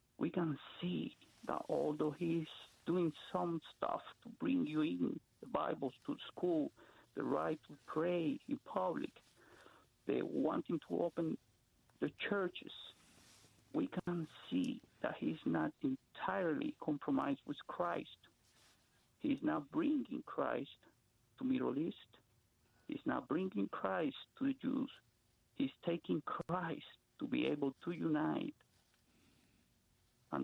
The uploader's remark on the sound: brothers and sisters who called in today at the request of the Holy Spirit to pray